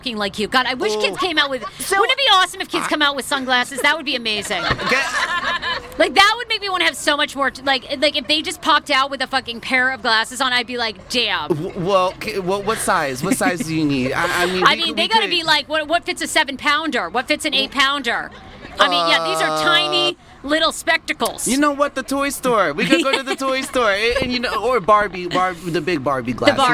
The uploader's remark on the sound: On Friday night we teamed up with our sponsor Park Potomac and did a live podcast in their courtyard!